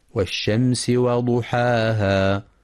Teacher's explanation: ينتبه القارئ لهمس السين ورخاوتها في والشمس، كما يراعى ترقيق الواو والحاء في وضحاها مع تفخيم الضاد وإثبات المد الطبيعي بمقدار حركتين، فلا يقف بمد زائد وضحاها، وهذا من الأخطاء الشائعة.